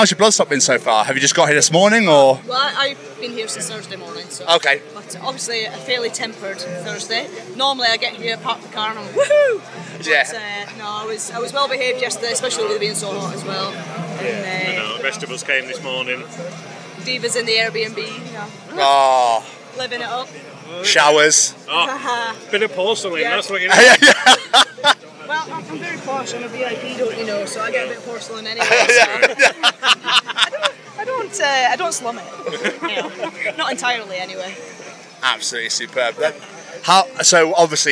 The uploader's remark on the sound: Live from Bloodstock 2023